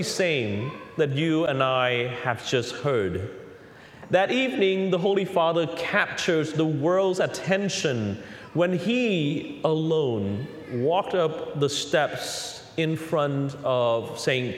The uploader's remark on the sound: Recorded on The Holy Family Catholic Church in Orlando, Florida; THE HOME of CCTN - Catholic Television for Central Florida.